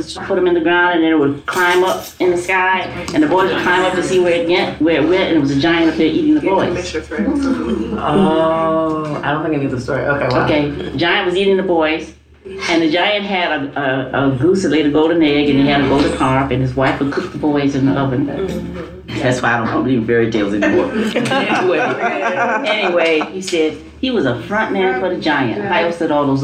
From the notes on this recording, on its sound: Audio from the 4th annual BlackFemaleProject/Black Teacher Project Women’s History Month Event